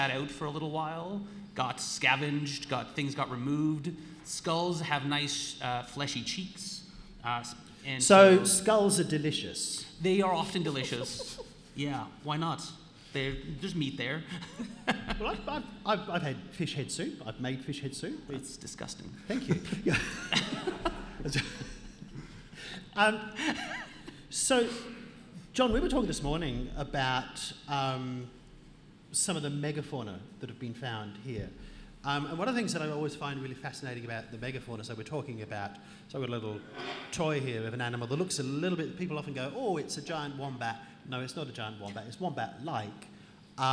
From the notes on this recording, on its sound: We’re LIVE in Armidale for National Science Week at The Welder’s Dog Brewery, and in this episode, recorded on Anaiwan country.